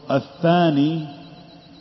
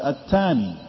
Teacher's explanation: Some of the Arabs, they pronounce the ta and the tha exactly the same. · Shown in: second take · Like they might say for the word athani, they might say atani.